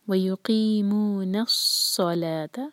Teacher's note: صاد heavy اور لا light